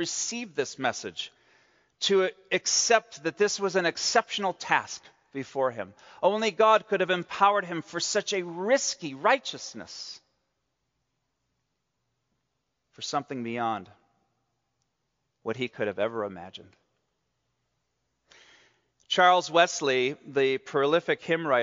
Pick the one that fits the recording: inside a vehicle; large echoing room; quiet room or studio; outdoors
large echoing room